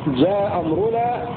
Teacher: أسقط أبو عمرو البصري الهمزة الأولى من همزتي القطع المتلاصقتين في كلمتين حالة وصلهما بشرط أن تكون متفقتين في الحركة. · Term: أسقط الأولى